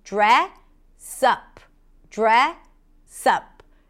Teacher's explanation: Dress, and then you connect the S to the next word, up